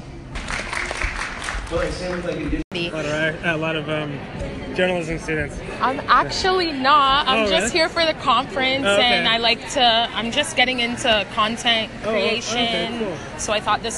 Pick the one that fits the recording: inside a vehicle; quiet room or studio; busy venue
busy venue